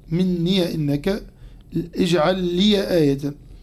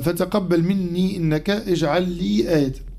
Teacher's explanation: وأما كلمة مني من قوله تعالى فتقبل مني إنك وكلمة لي من قوله تعالى اجعل لي آية فروى الإمامان نافع وأبو عمرو فتح الياء في الكلمتين · Shown in: first take